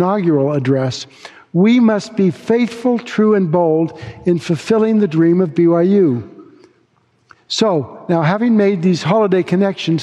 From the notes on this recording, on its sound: delivered this forum address on October 31, 2023